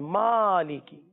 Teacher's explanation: میم پر کھڑا زبر جسے ایک الف تک کھینچنا ہے